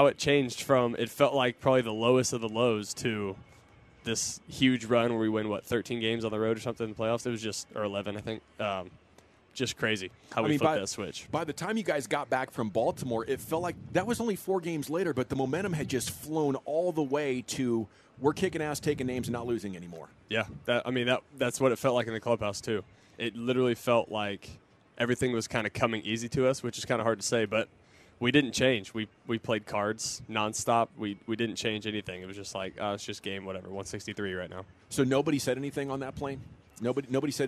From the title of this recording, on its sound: live from Rangers Fan Fest